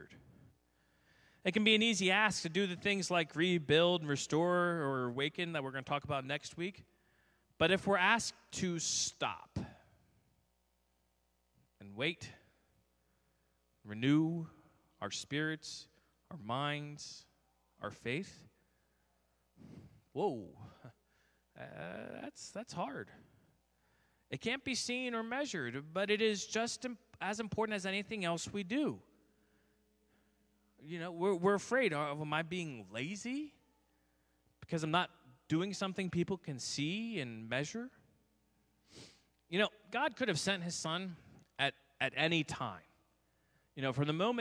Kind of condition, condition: setting, large echoing room